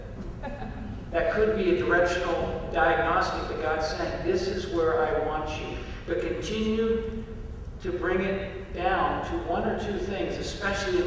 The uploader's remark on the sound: Answer questions from the audience.